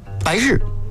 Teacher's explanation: 这几个入声字一定要读得短促，短是指时长，促是指的节奏